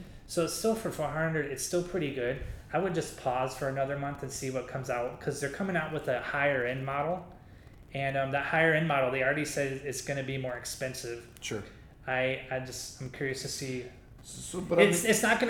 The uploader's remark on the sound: Caution this episode does have some echo, but it's too good not to release.